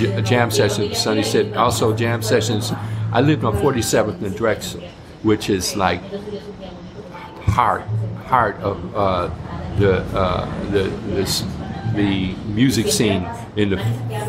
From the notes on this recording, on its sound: This podcast was recorded LIVE at Snappy's Cafe in Hayward, CA. This podcast was recorded LIVE at Snappy's Cafe in Hayward, CA.